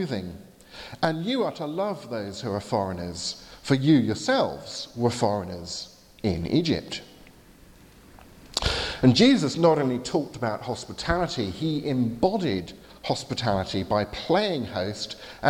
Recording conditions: large echoing room